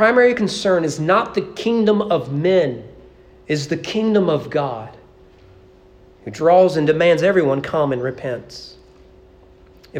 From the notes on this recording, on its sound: Sermon preached at East Frankfort Baptist Church on June 11, 2023 during morning worship.